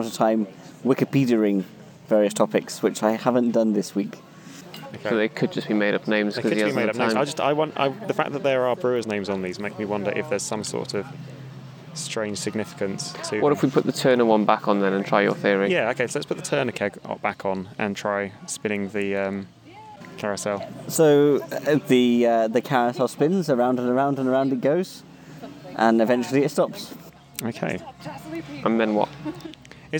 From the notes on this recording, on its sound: This week we're coming to you liiiiiiive from the Frocester beer festival ! This week we're coming to you liiiiiiive from the Frocester beer festival ! It's an awesome annual festival, and we did a recording there because why the heck not eh?